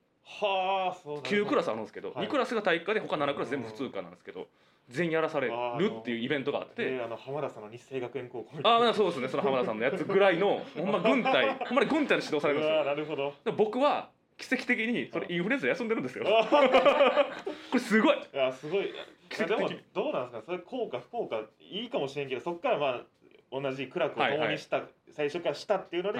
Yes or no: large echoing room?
no